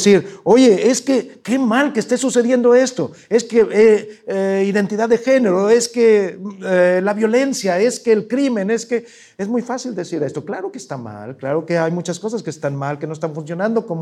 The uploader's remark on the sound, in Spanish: presentado en vivo